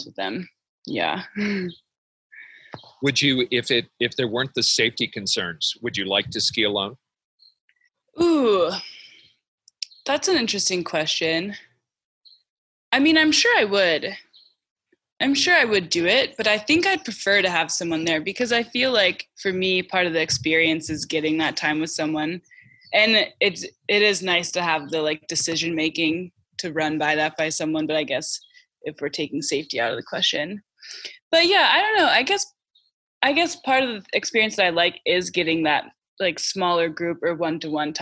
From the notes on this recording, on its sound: spoke over Zoom